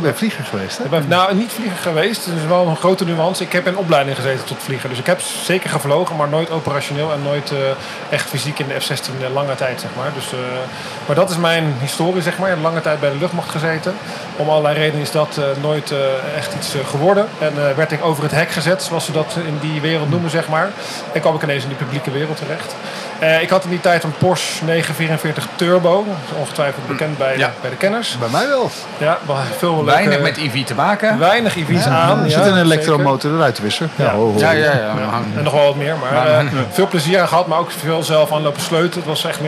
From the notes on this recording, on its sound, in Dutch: Een serie speciale afleveringen opgenomen op de EV-experience op het circuit van Zandvoort